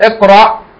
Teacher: Iqra, stop. It's no vowel on the Hamza. It's a glottal stop.